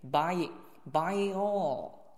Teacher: By all 这个 by 元音的 e 结尾再加下面一个元音开头，可以中间加个音